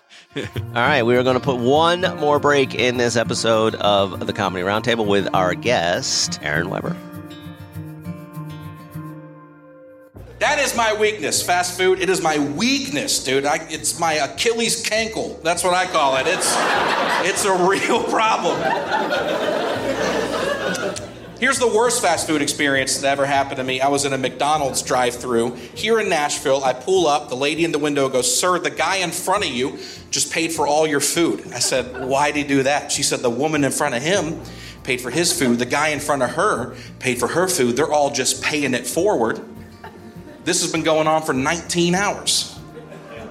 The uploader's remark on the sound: Recorded Live at the Punchline Comedy Club.